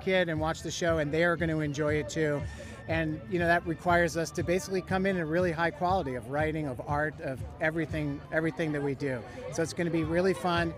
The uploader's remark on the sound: We were at the LA premiere of Kung Fu Panda: The Dragon Knight premiere to speak to the cast